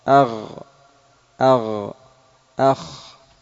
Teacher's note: الرابع أدنى الحلق مما يلي الفم ويخرج منه الغين والخاء